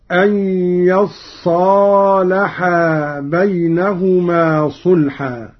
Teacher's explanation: والتوجيه على أن التفاعل من الصلح، وأصلها يتصالحا، فأبدلت التاء صادا وأدغمت في الصاد · قرأ قالون بفتح الياء وتشديد الصاد بعدها ألف